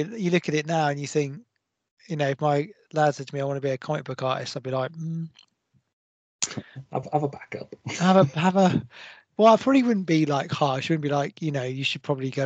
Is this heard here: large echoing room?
no